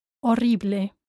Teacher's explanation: definitely remember to pronounce the E, horrible. Don't drop that E